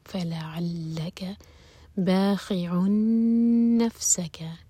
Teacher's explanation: عین کی تنوین کے بعد نون ادغام غنہ کے ساتھ، نون کو ہولڈ کیا جائے گا